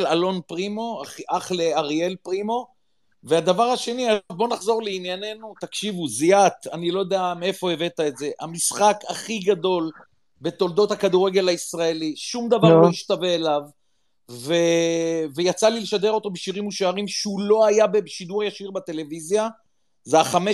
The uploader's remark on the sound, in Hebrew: פרק מיוחד של הציון שהוקלט בספייס בטוויטר בשמונה באוקטובר בשעות הערב המאוחרות.